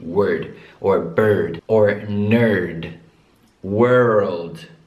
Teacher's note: take out any vowel sound that you hear before the letter R. For example, in the word word, parola, we just say word.